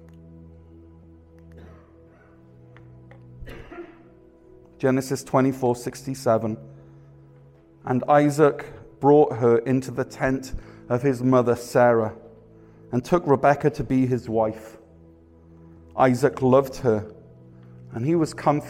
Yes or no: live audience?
yes